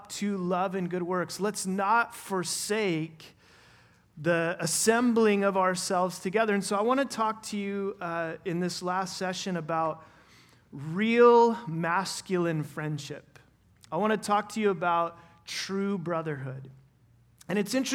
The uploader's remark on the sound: Final session at our 2023 Men’s Conference